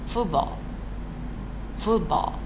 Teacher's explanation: 的，当词内部的时候，它后面跟的是辅音，啊，我们这个 t 也是要失去爆破。，啊，也是大家要把它给含住